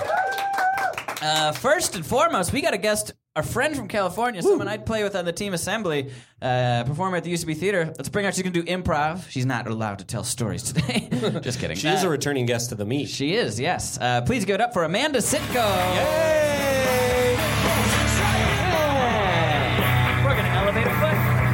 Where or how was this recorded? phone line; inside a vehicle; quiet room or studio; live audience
live audience